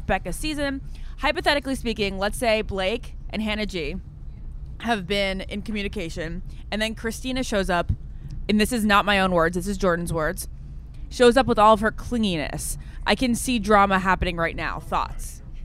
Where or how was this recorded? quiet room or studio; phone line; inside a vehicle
inside a vehicle